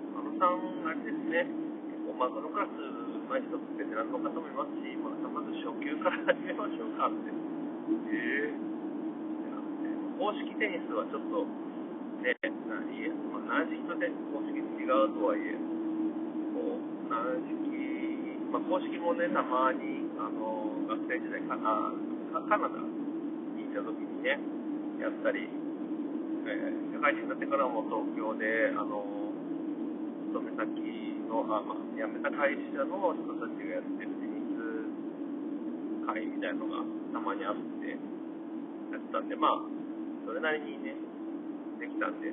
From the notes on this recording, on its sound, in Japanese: 1人喋り。先日一人で亀山ダムで釣りした日の帰り道、アクアライン渋滞中に録音したので音もちょっとあまりよくないです。聞きづらいかもしれません、すみません。